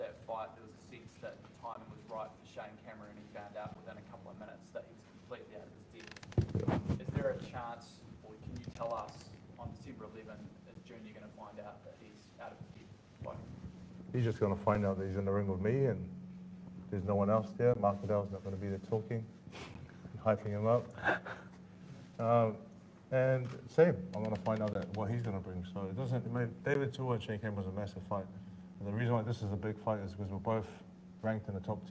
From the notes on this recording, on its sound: Full press conference. Dec 11 in Auckland.